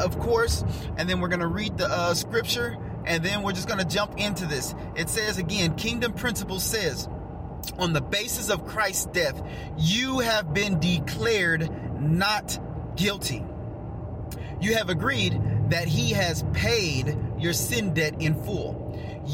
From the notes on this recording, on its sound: Get in the car with me and let's take a ride